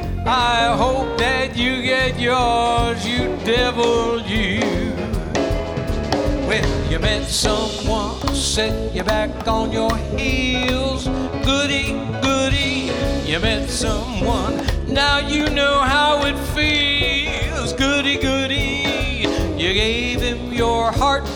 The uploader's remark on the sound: Live at the South Point Casino